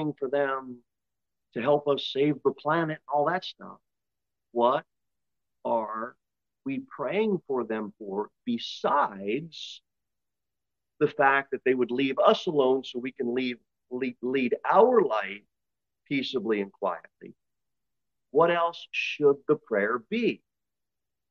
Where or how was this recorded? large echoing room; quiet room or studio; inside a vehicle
large echoing room